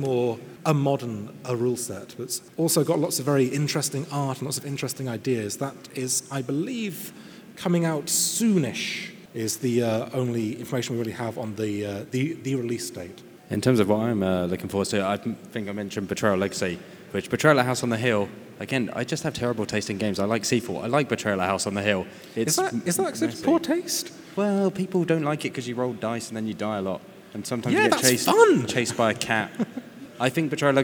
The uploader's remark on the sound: Live at Tabletop Gaming Live! Chat on-stage at this year's Tabletop Gaming Live convention.